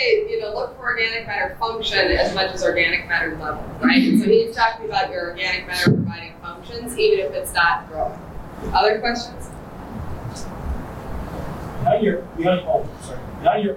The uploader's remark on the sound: listen to a presentation from the Soil Management Summit in Alexandria, Minn.